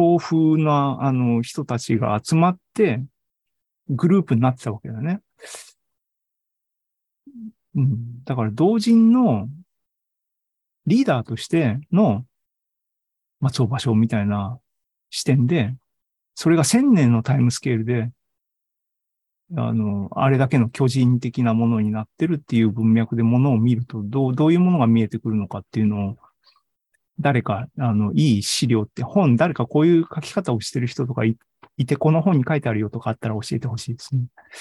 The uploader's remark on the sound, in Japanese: ２０２２年９月２８日に開催した ZOOMライブの模様です。